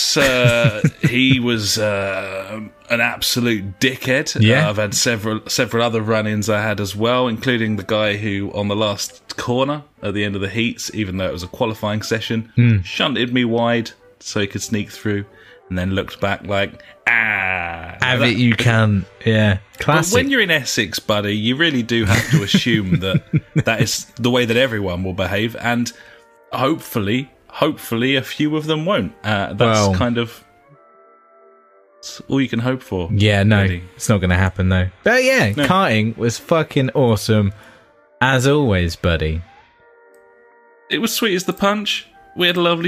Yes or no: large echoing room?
no